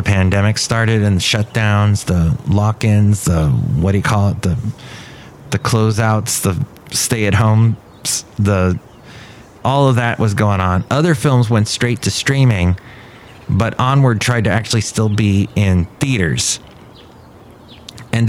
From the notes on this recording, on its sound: podcasts live from Café Anyway